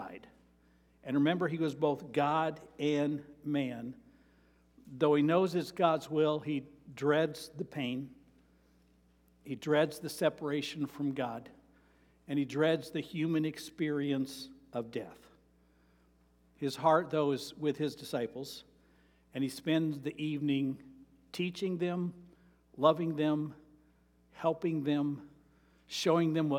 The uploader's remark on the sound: Sermon preached on Mary 21, 2023 at Avondale Baptist Church